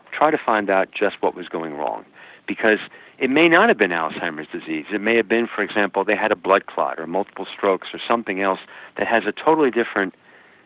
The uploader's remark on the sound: welcoming via internet phone to The Not Old Better Show